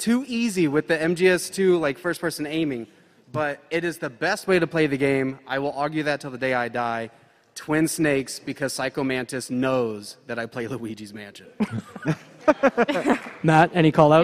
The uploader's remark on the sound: Live from PAX East 2023. With help from the PAX East audience. Recorded live at PAX East 2023 on Friday, March 24th at the Boston Convention and Exhibition Centre. There’s one section that relies on visual aids.